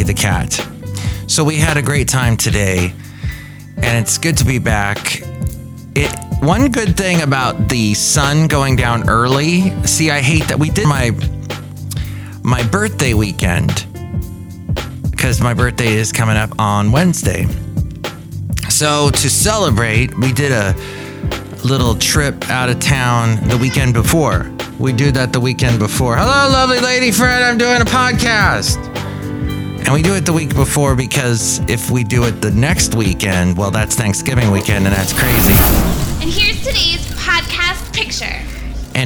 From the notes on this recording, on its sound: podcasts live from Café Anyway